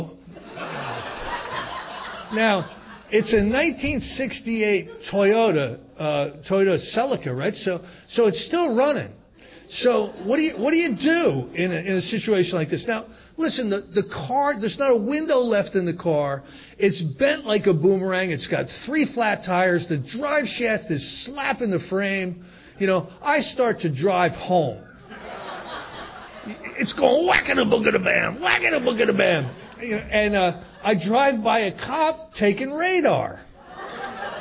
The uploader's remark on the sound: gives a Step 1 talk at the 2023 Fellowship of the Spirit Conference